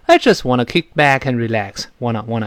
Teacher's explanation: 这个 wanna、gonna 都不要重读，而且不能读得太慢 · Term: 有轻和快